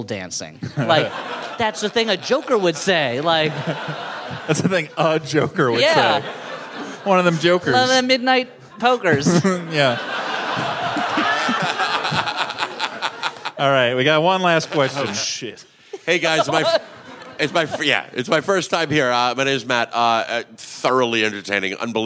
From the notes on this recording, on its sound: We reach way back into the Flop House vault to bring you a live show from the winter.